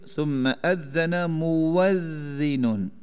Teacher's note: حمزہ مفتوح ہے ضمہ کے بعد، تو پڑھیں گے ثم اذن مؤذن، واو مفتوح سے بدلیں گے